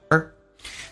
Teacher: or 会弱化成一个儿化音一样，轻轻的卷下舌头